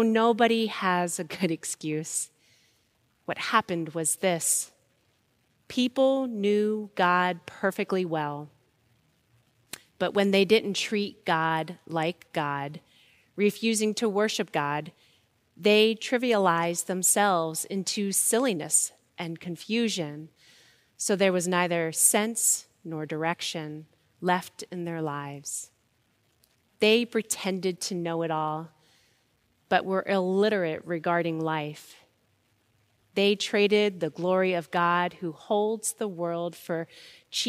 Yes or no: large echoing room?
yes